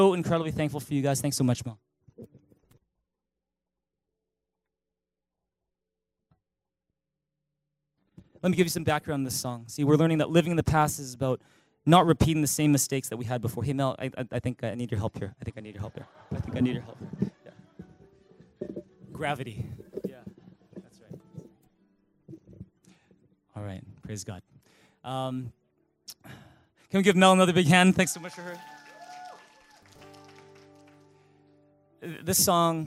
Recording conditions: large echoing room